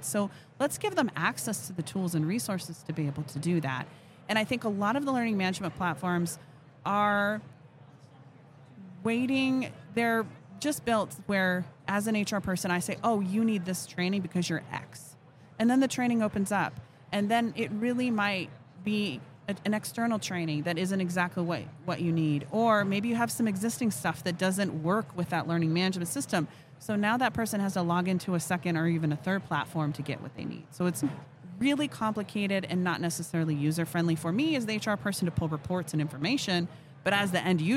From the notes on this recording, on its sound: Live at HR Tech 2022